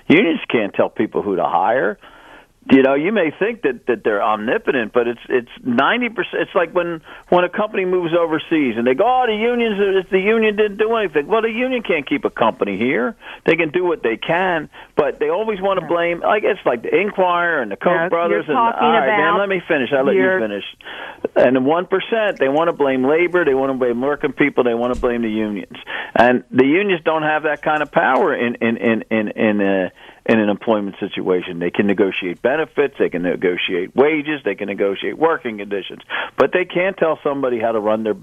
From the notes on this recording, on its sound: Saturday Night Live With Philly Labor. A special listener call in hour.